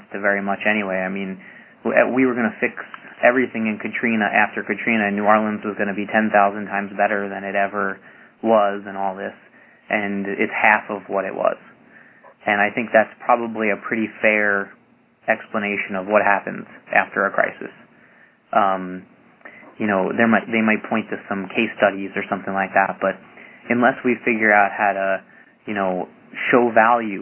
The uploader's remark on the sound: Call recorded on October 27, 2011.